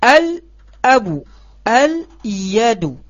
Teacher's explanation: cara membacanya dengan kita mengizharkan, menampakkan alif lam, alif lamnya